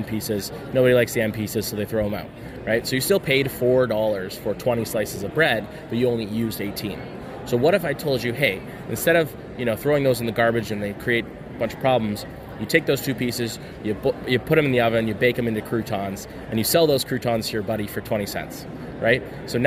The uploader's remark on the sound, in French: Nous sommes au Canadian Brewing Awards Conference à Halifax. Entrevue en anglais.